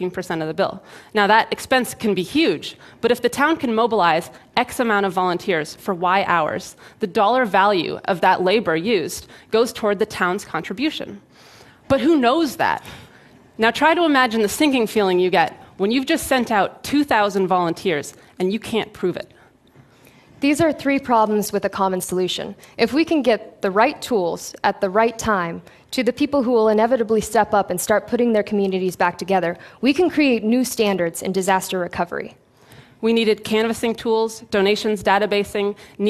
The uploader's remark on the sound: Filmed at TEDxBoston